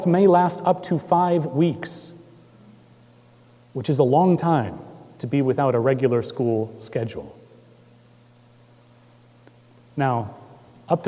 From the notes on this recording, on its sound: Recorded March 25, 2018 at Trinity Presbyterian Church in Bixby, Okla.